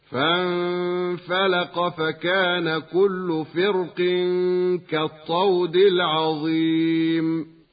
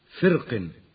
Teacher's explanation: وقد ورد التفخيم والترقيق في الراء من كلمة فرق